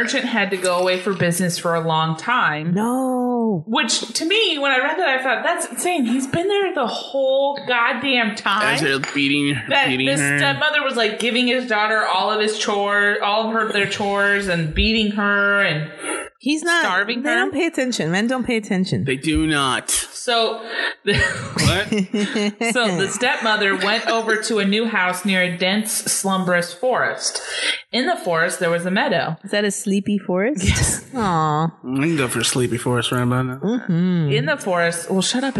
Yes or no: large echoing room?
no